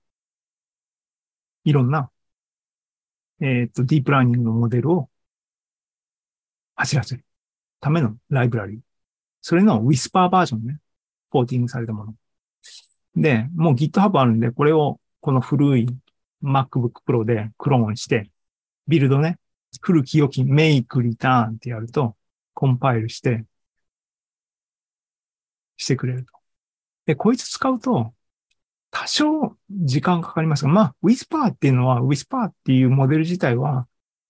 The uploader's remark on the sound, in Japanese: ２０２３年６月２４日に開催した ZOOMライブの模様です